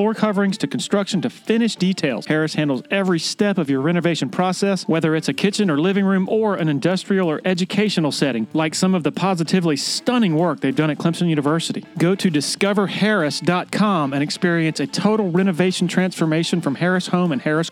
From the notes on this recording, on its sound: The full, uncut audio from recent press-conference interviews